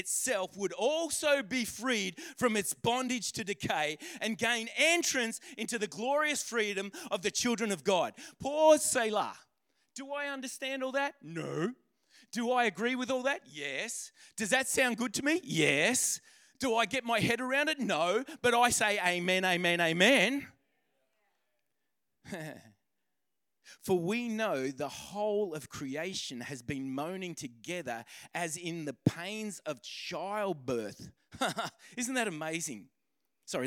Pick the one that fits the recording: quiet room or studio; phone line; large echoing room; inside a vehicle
large echoing room